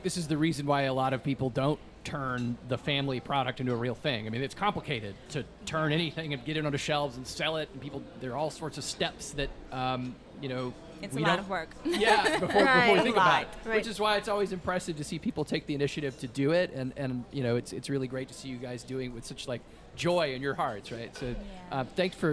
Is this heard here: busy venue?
yes